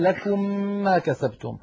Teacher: كذلك عندما أدغمنا ميما في ميم كقوله تعالى لكم ما كسبتم، أدغمنا الميم من كلمة لكم في الميم من كلمة ما كسبتم، فنشأ عندنا ميم مشددة، وقلنا سابقا إنه لا بد من تطويل غنتها حتى تصبح أكمل ما تكون.